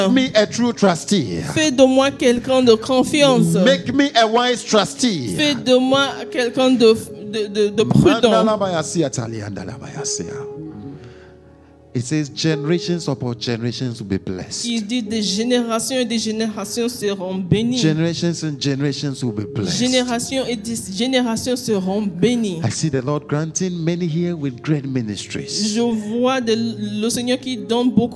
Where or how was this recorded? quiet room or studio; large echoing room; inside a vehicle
large echoing room